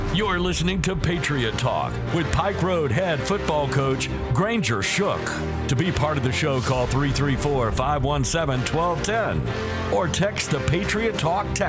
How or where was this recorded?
busy venue